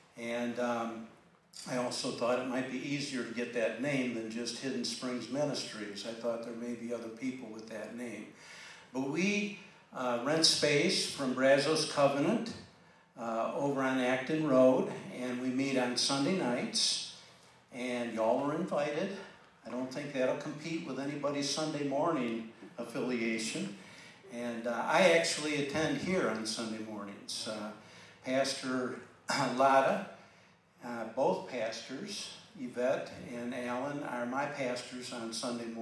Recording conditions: live audience